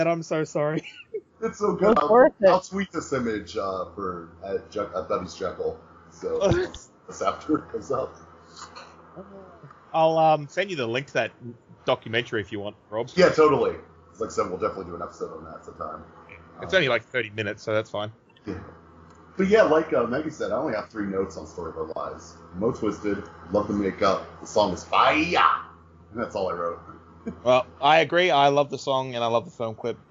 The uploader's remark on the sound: Sorry about the audio and such, recording got funky and I couldn't salvage it the way I was hoping. It also made it very hard to edit, so there may be parts that weren't intended to be in the final cut.